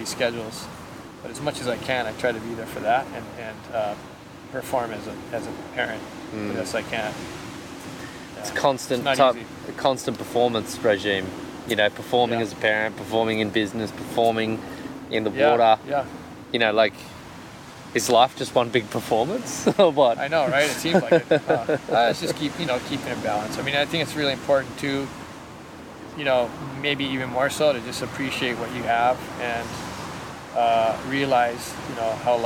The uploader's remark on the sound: Recorded on Sunset Beach in March 2020